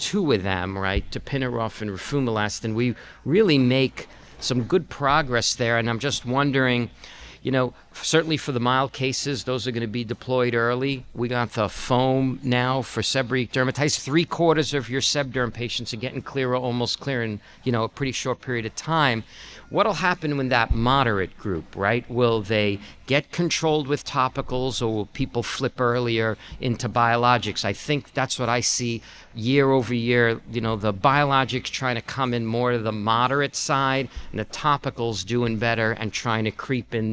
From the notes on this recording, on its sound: live at Winter Clinical Hawaii 2024